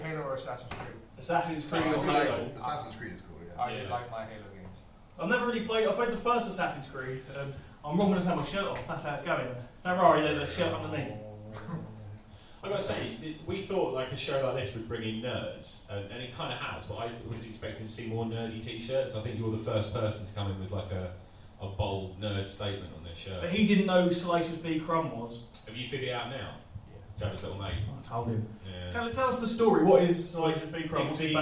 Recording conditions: poor microphone